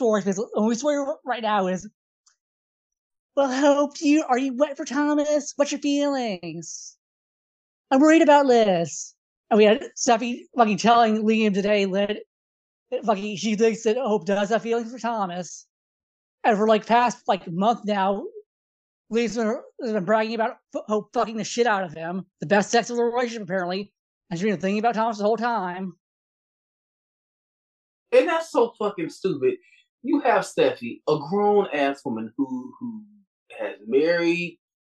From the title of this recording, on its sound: Three Bitches on a Zoom